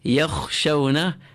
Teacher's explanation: Do not add voice to it, for if you were to add voice to it, you would end with a ghain.